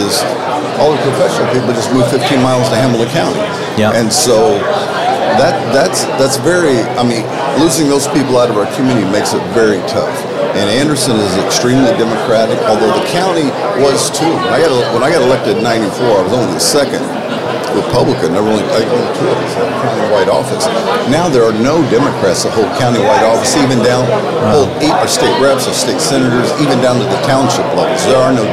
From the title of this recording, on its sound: Live from the Lincoln Day